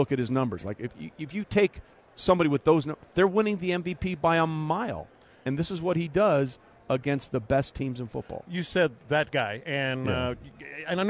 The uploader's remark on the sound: Live from Radio Row